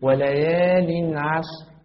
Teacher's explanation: فلا بد من إظهار التنوين من غير غنة